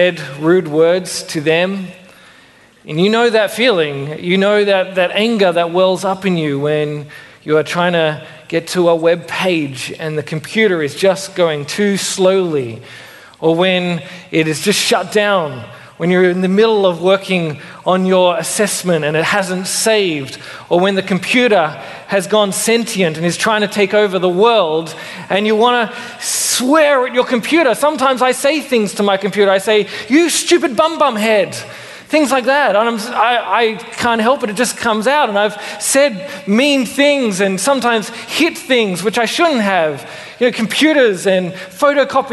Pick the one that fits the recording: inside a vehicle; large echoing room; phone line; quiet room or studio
large echoing room